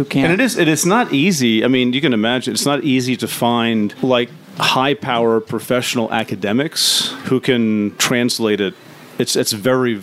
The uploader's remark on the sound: LIVE from Wild Goose. The Bible for Normal People podcast LIVE from the Wild Goose festival.